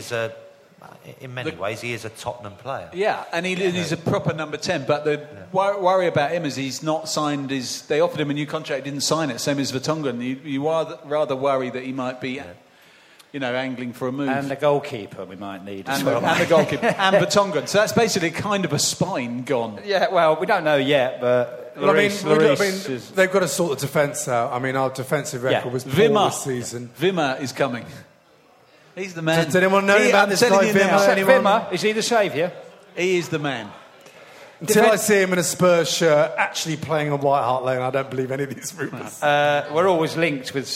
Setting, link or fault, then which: setting, live audience